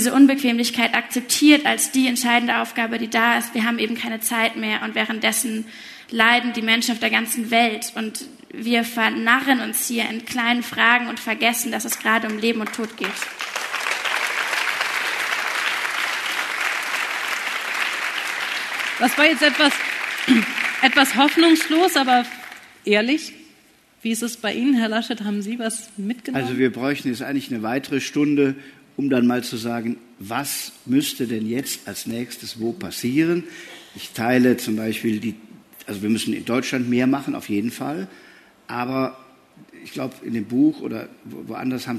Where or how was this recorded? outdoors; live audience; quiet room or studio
live audience